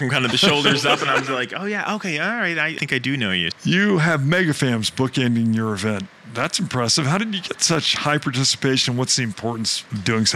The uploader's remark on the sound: Live From IPW